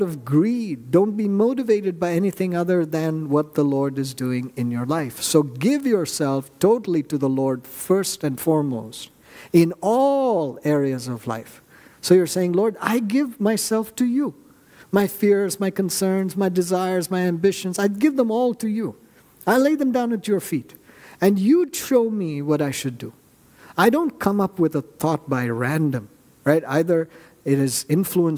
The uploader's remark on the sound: At New Life Fellowship Church, Concord, NC, on Sunday, July 23, 2023.